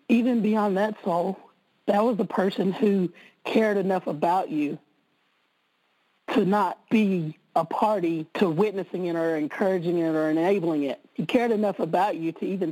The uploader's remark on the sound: conference-call based classes